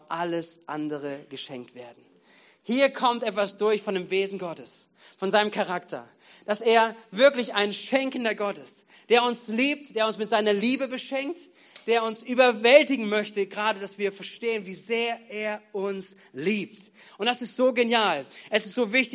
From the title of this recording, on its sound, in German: Gottesdienst am 13.11.2022